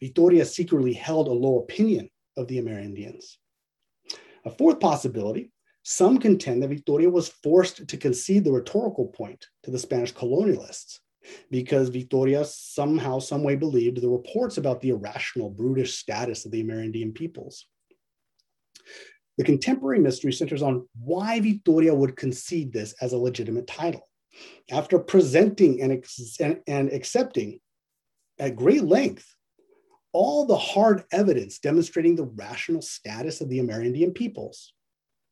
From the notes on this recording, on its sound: A webinar lecture.